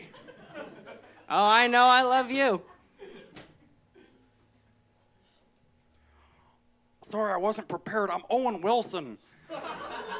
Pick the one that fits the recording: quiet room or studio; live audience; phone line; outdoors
live audience